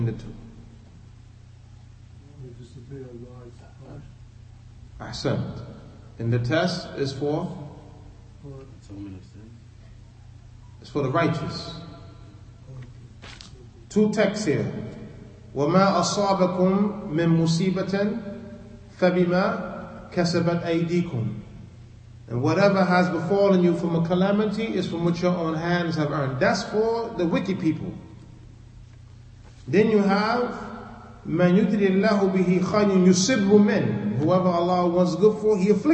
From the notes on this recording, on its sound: Lecture given at Masjid Nur Allah, Queens, NY